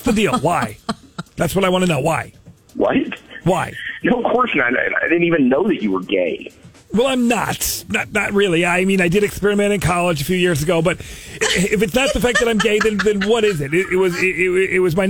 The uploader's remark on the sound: Prank Call